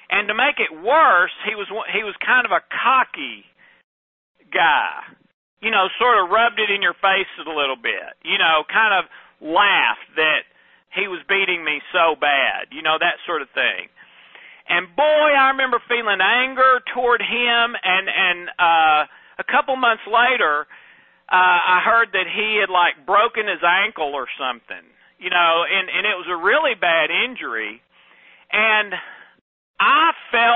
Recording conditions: phone line